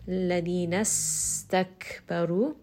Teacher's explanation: سين here is going to have سفير، meaning that it's going to have a little bit of a whistle. سين is also one of the letters that is going to have Hems, meaning that as you say this letter, there's going to be a little bit of air escaping.